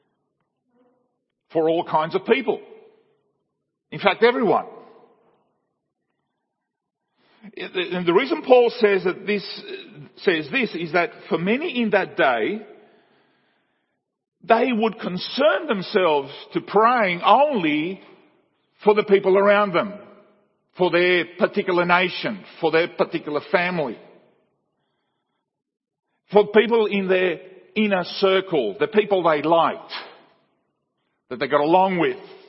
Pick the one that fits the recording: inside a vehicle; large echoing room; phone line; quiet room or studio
large echoing room